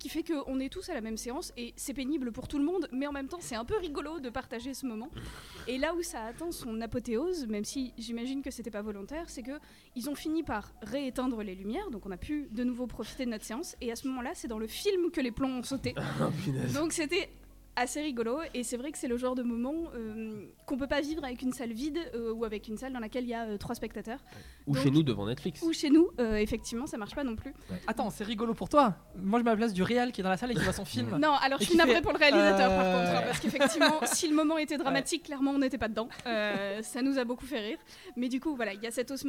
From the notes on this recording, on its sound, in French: Kolibri est en direct du Festival International du Court Métrage à Clermont-Ferrand